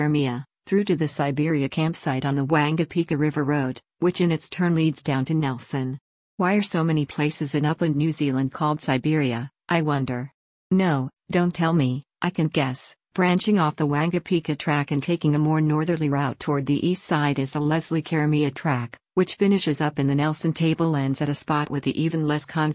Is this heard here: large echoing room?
no